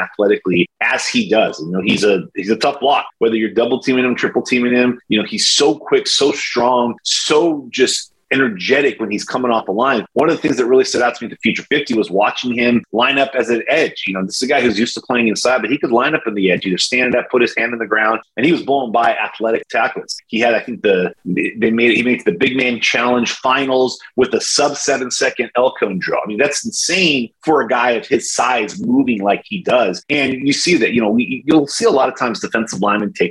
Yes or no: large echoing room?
no